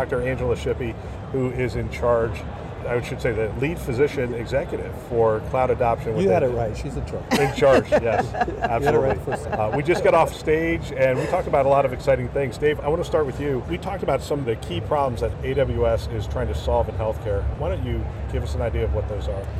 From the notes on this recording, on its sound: an Interview in Action live from ViVe 2023